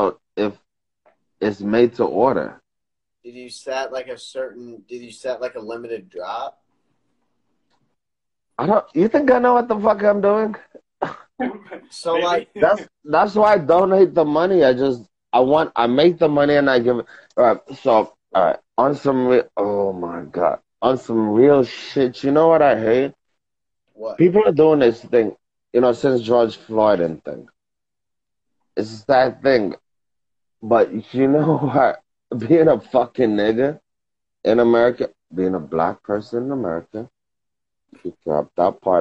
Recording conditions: video call